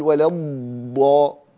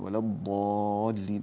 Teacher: وكمان لا تبالغ في الضغط الشديد على الضاد، تقول ولا الضاء كما يفعل بعض القراء، وإنما يعني ولا الضالين، لا نجعلها ضاء ولا نجعلها ضادا مكتومة يعني شديدة، وهي حرف رخو، فنضغط عليها ضغطا خفيفا · Shown in: second take · ولا الضالين هكذا.